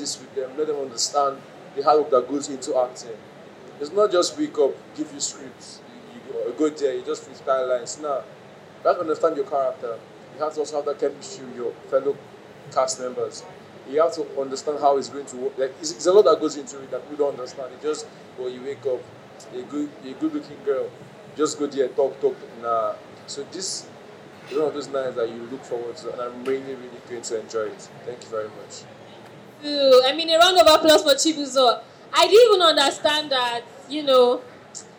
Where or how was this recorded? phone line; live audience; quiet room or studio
live audience